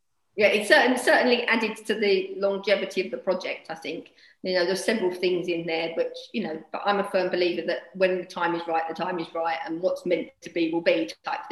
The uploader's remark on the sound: Joining me on this ZOOM call is. She'd jump on a ZOOM call with me.